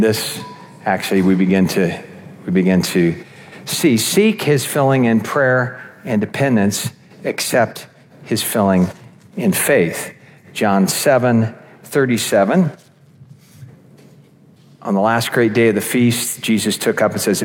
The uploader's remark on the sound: This episode features one of the seven talks from our annual Spring Conference that happened back in May.